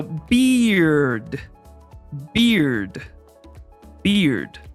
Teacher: beard, has two different sounds actually. It goes E first and then eared.